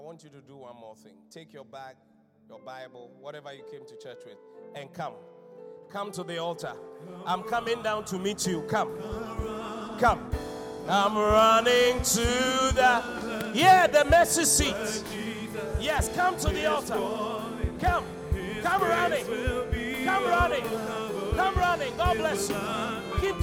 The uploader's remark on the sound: Encounter Service. Preached at The Qodesh.